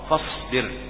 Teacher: فاصبر، ها هنا الحظ الصاد إن لم تهمس عندما تأتي خلفها الباء فإنها تنحرف إلى زي، فاصبر هكذا ينطقها البعض، فاصبر، فلا بد أن تهمس الصاد